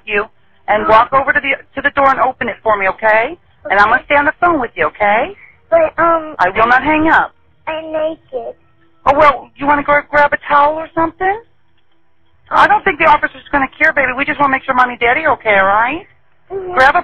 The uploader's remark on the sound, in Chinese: 兩通超乎你想像的報案電話，真實錄音帶你經歷最赤裸的恐懼。